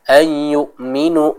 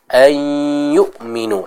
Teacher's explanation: Dan juga pada kata illa ayyuminu, jangan lupa ada idgham bi gunnah ya. Yaitu kita masuk kepada huruf ya dan ditahan dulu ya, jangan langsung dilepas · Shown in: second take · jangan ayyuminu tapi ayyuminu, seperti itu.